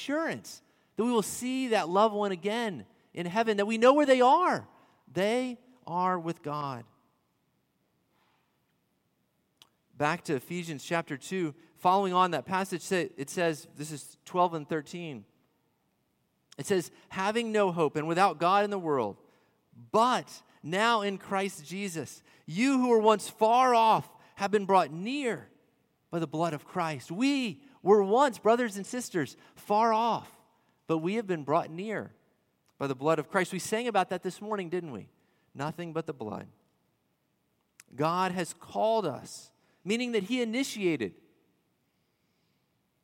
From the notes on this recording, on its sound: At Redeemer Presbyterian Church in Charleston, SC